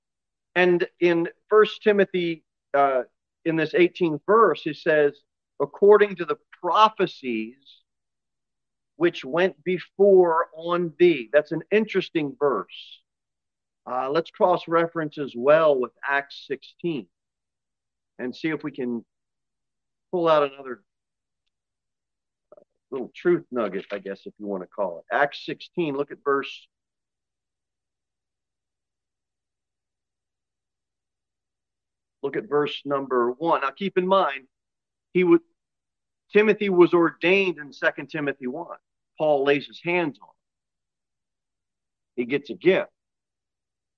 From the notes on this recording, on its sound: Sermon delivered at Pilgrim Baptist Church on Thursday, June 22, 2023, at 6:15 pm.